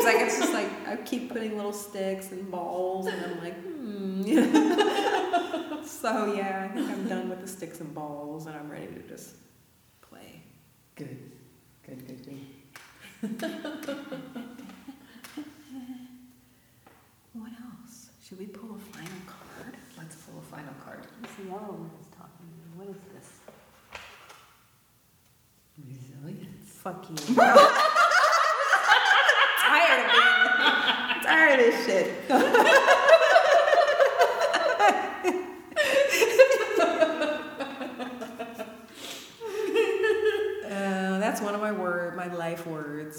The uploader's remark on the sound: the recording of the monthly Women's Circle live gathering